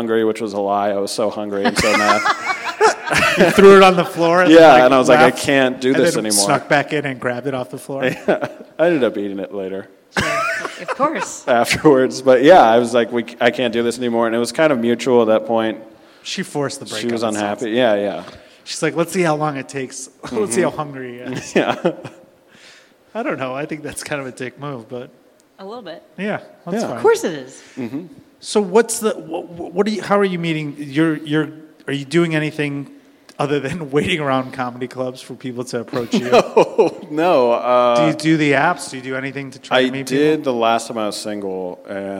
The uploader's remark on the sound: LIVE from Cubby Bear SINGLES ONLY!